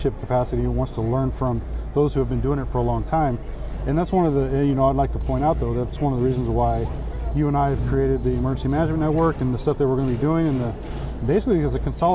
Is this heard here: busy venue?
yes